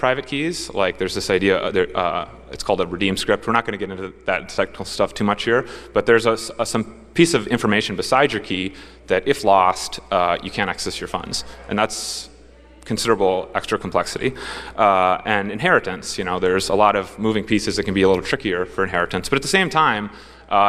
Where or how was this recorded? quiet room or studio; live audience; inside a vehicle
live audience